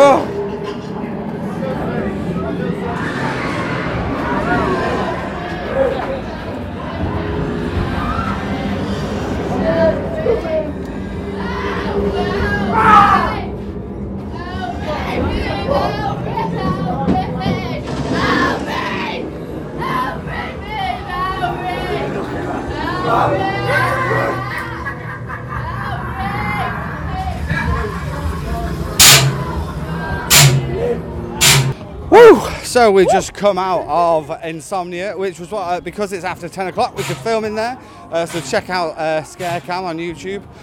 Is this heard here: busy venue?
yes